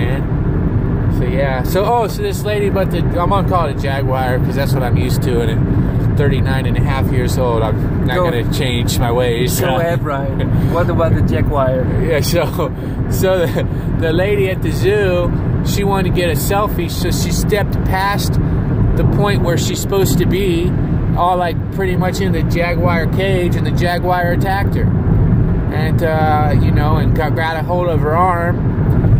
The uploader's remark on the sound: Driving Back From Grand Canyon